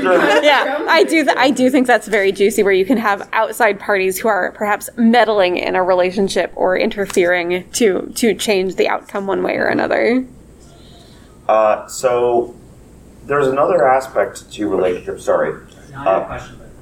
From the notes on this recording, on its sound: Recorded at Metatopia 2023.